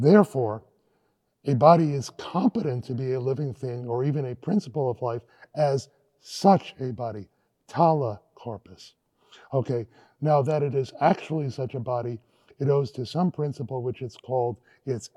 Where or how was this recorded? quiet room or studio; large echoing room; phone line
large echoing room